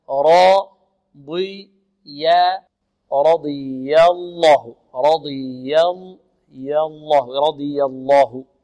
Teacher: رضي الله عنهم ورضوا عنه، رضي الراء مفخمة والضاد مفخمة، رضي ضي ضي لأن حرف إطباق الضاد، رضي الله رضي الله، نفخم الراء لأنها مفتوحة، ونفخم الضاد لأنها من حروف الاستعلاء، ونوقق الياء لأنها من حروف الاستفال، ثم نغلظ الله في لفظ الجلالة لأنها سبقت بماذا؟ سبقت بفتح